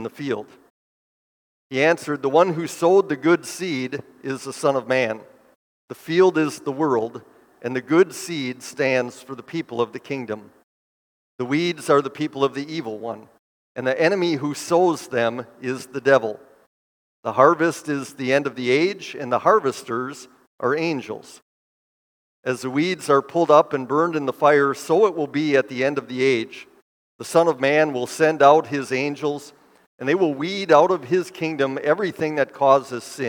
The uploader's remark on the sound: Bethany, Appleton, WI. Preached this sermon at Bethany's Sunday worship on July 23, 2023.